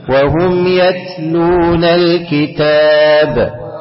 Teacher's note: راعي ان انت تهمس التاء في كلمه يتلون في بعض الناس يقول يتلون جيبها من الخيشوم يت لا يت